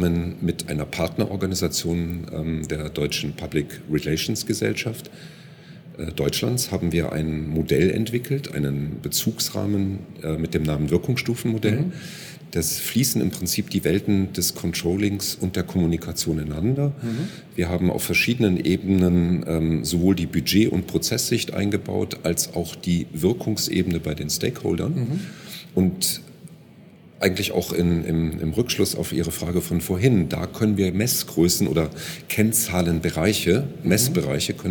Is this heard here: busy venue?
yes